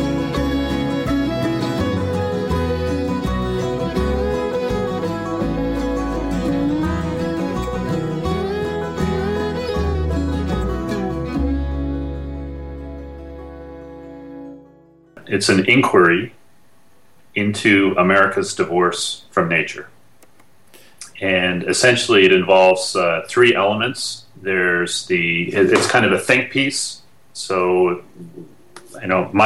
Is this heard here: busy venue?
no